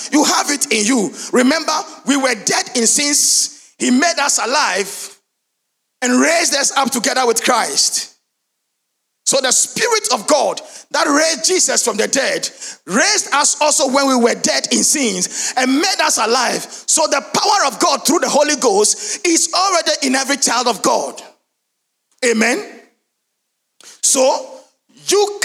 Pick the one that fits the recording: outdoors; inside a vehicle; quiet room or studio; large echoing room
large echoing room